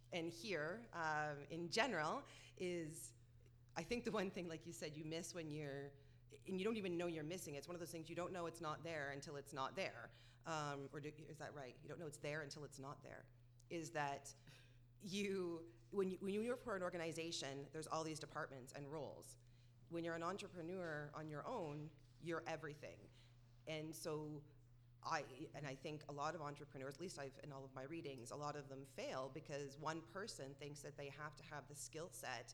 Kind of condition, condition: setting, live audience